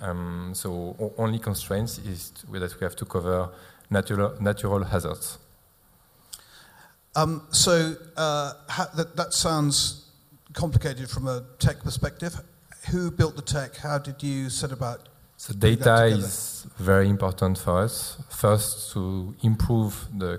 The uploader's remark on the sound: Three more “sofa sessions” in the second extract from of our “MGA, the new frontier for Insurtech” evening event recorded live at The Steelyard London.